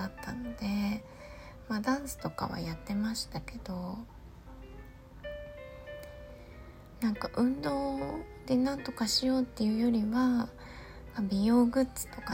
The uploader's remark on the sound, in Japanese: 息子の寝息が入っていますが通常です。